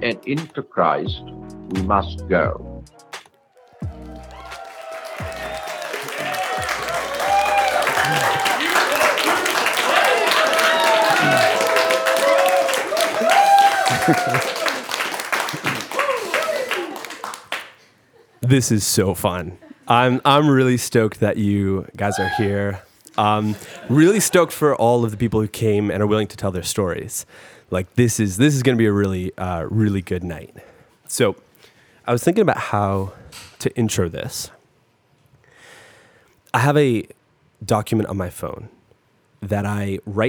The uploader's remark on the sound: LIVE AUDIENCE. I hosted a live podcast/party.